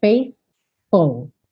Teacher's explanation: Ir do th, que é a linguinha lá nos dentes da frente, pro F.